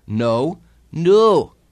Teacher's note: A slight sense of ooh instead of oh